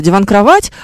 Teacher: как будто бы у вас большее ударение на кровать, но на диване все равно тоже есть свое собственное ударение · Term: двойное ударение